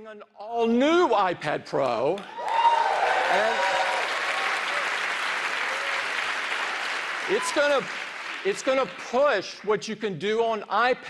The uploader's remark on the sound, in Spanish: Hoy nos hemos animado a cubrir en directo la última presentación de Apple desde la Brooklyn Academy of Music de NY.